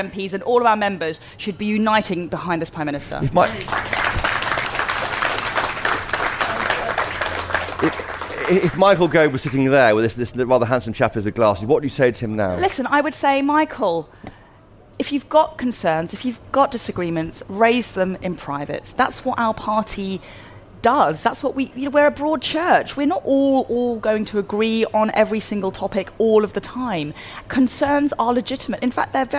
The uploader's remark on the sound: Live from CPC